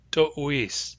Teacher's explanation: When we add the ending "-ese to that, the back H hardens into a glottalized W. So tohatsiti becomes to'uis.